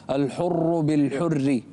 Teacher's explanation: الراء الأولى مفخمة والثانية مرققة